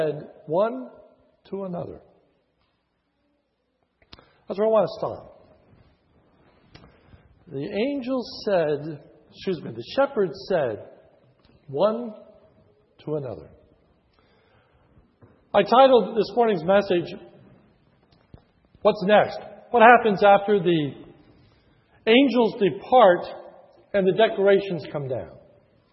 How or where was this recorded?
large echoing room